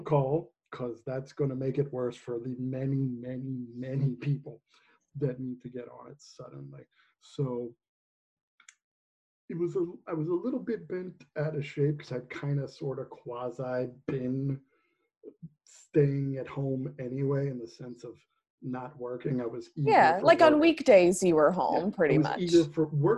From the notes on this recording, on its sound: record online